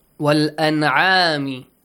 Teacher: An'am, we clearly read the noon sound. Why? Idhar is applied.